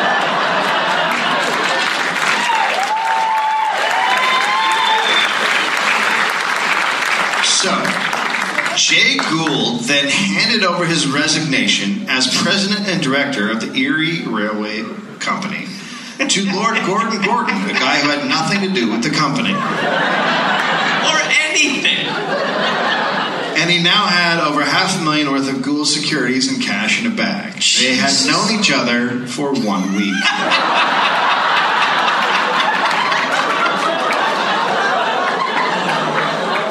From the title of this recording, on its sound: Live in Minneapolis